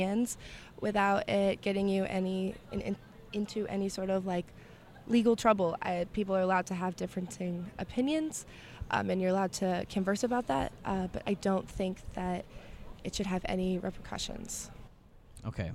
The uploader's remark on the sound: Episode 9 takes the listeners outside of the studio and into the heart of NC State’s campus: the Brickyard. Offering passing students an opportunity practice their “freedom of speech” and participate in the episode.